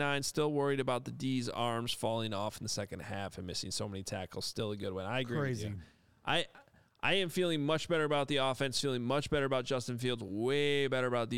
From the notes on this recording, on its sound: live reaction from the locker room